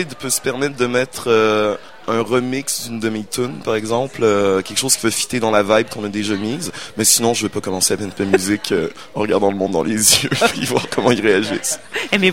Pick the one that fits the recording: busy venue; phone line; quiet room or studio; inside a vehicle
busy venue